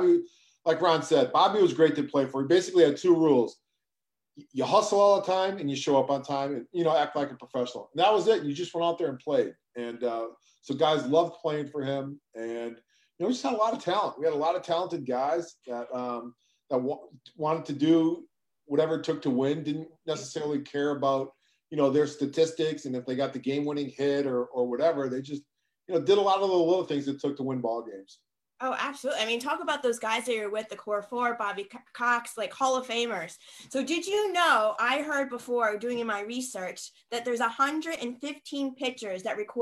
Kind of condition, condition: link, video call